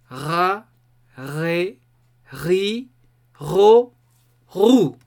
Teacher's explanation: Lo primero que hay que saber es que en la R er francesa, contrario a la española, la punta de la lengua no se va a mover. Es decir, que vamos a poner nuestra lengua, la punta de nuestra lengua, en la parte de abajo de la boca, justo detrás de los dientes inferiores.